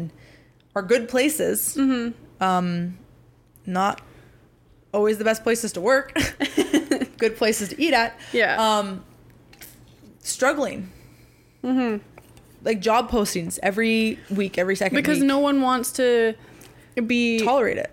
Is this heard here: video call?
no